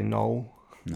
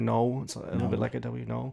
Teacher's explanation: the L kind of gets dropped in New Zealand accents